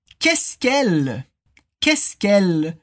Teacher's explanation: Attention à la prononciation, on dit qu'est-ce qu'elle? Qu'est-ce qu'elle? Comme si c'était un seul mot.